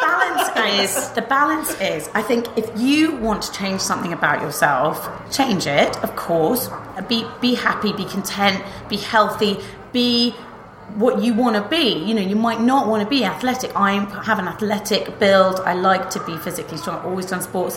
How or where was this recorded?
busy venue